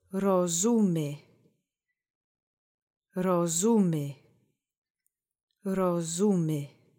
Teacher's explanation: Accent is on the middle syllable